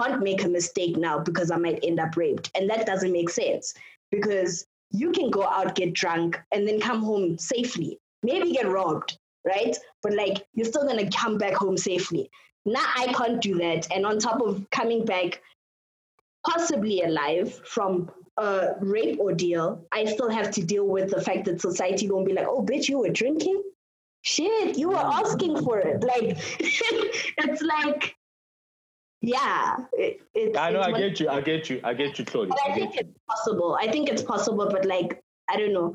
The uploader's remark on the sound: Zoom recording.